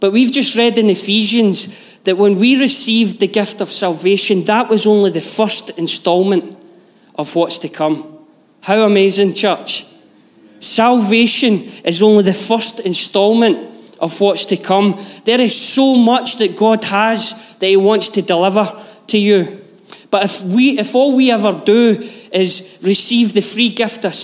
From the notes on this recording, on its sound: Live from our Sunday gathering on 06/11/22